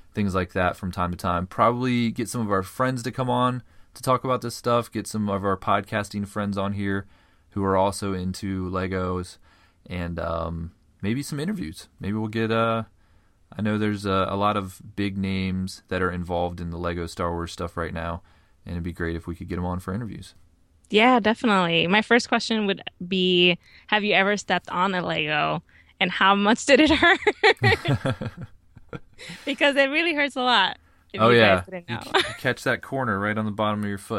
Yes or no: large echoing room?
no